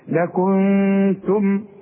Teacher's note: لكنتم نون بعدها التاء والتاء من حروف الإخفاء، يبقى هنا لازم حغن